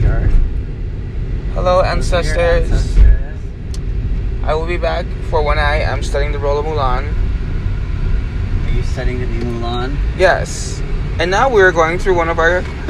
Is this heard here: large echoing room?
no